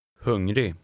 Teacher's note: The final G is not pronounced.